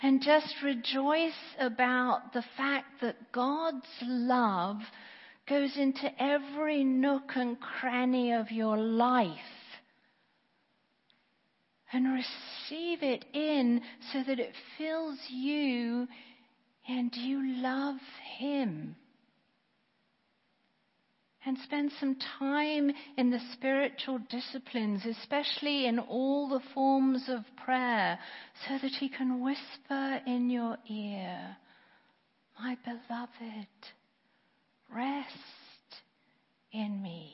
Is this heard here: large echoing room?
yes